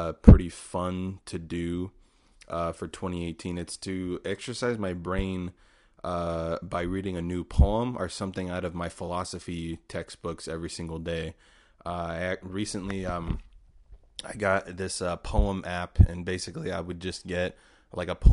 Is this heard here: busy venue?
no